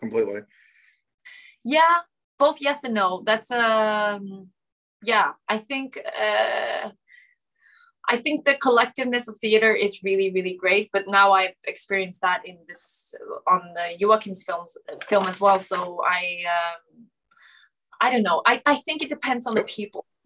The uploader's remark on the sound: Shot via Zoom, January 2022.